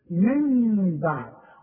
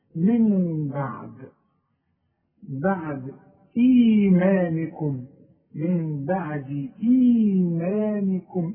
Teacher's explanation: مش هقفل شفايف ولا اقفل شفايف، لا شوف ما اقولش من بعد، ما اقولش من بعد واقفل شفايف، ولا اقول من بعد واظهرها نون، هيبقى افتح شفايفي فتح خفيف، انفراد في الشفايف، من بعد، واعتمد على الخيشوم عشان تطلع الغنة منه، من بعد، بعد ايمانكم، من بعد ايمانكم.